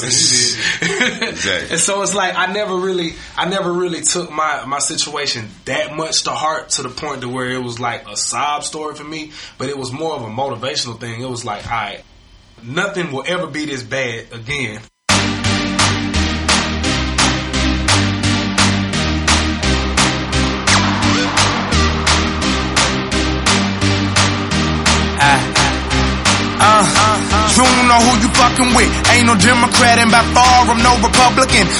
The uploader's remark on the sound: On K-100 Radio at DBS SOUNDS. At his album release in store signing at DBS Sounds in Atlanta.